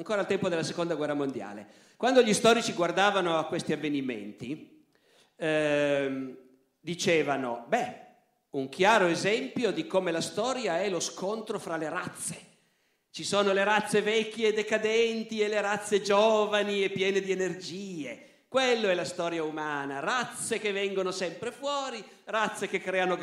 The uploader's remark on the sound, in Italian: Roma. Audio registrato in loco.